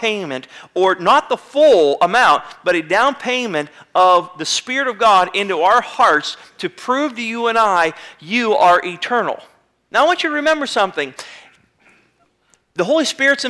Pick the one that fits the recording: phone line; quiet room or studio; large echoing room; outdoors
large echoing room